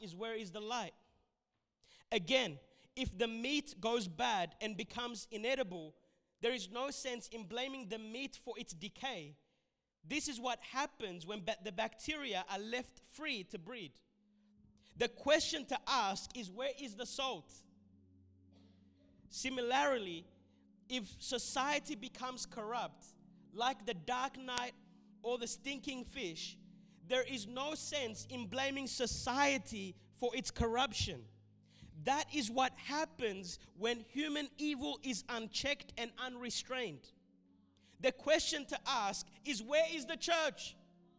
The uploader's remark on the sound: This sermon was recorded at Revive Church on the 7th of March 2021